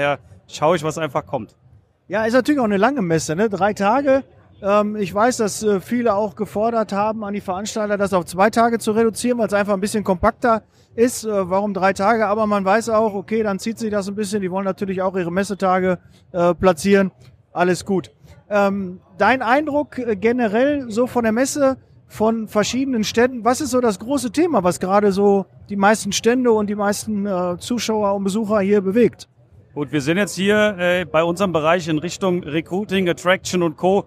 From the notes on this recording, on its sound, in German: Zukunft Personal 2023 in Köln. In der heutigen Podcast-Folge nehme ich euch live mit auf die Messe.